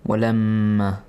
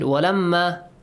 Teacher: you should produce a nasal sound or khunna and extend the sound for two counts · Shown in: first take